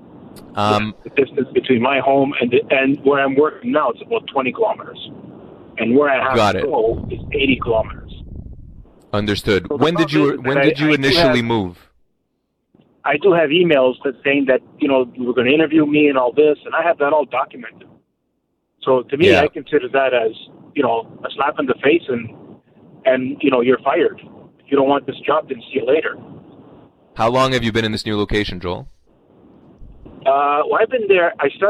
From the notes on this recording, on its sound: answering your phone calls